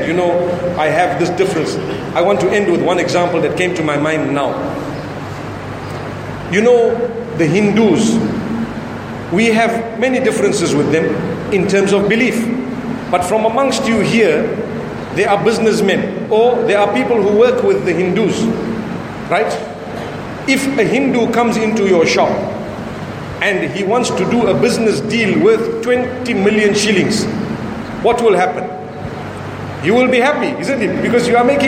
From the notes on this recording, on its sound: Lecture delivered in Dar es Salam, Tanzania at the Sunni Muslim Jamaat Masjid.